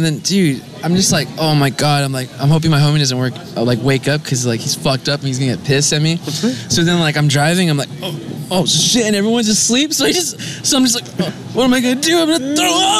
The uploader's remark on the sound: at their live event at the Lexington on 9/18/17